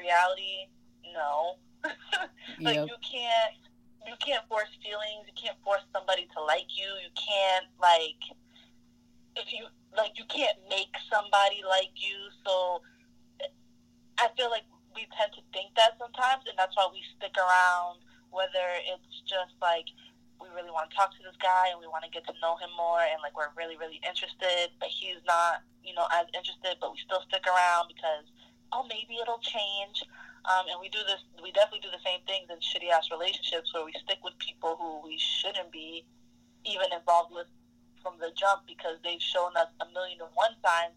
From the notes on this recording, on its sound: call in guests